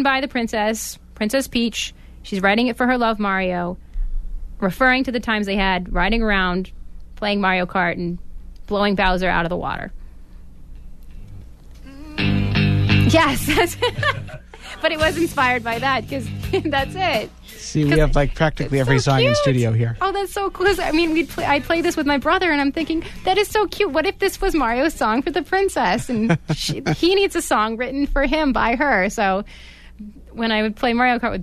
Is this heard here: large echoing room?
no